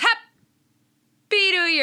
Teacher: P is a non-voiced plosive, so it creates this weird moment of silence.